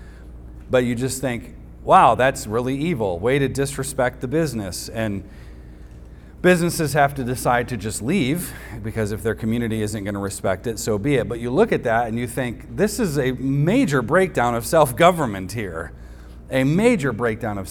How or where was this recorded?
large echoing room